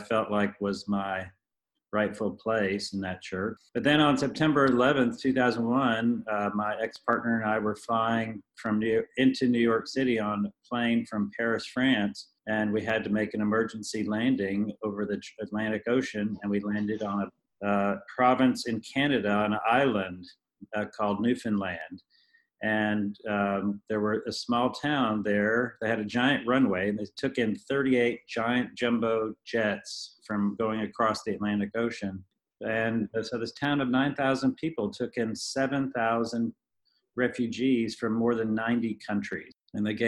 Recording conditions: video call